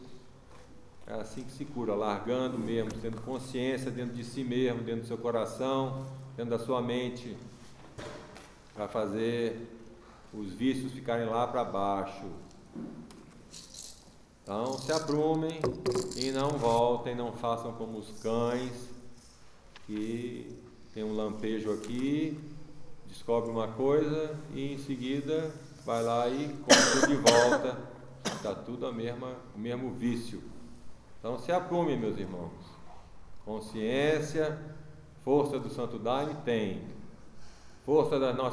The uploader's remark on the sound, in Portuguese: Gravadas na Igreja Céu do Planalto.